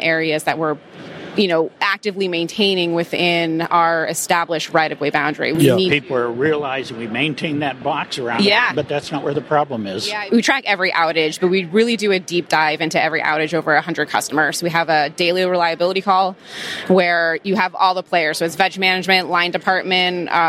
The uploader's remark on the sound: we are back at the Trees & Utilities 2023 Conference